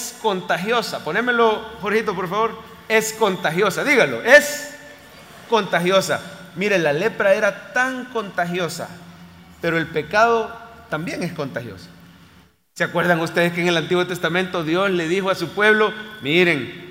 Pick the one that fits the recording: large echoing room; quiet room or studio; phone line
large echoing room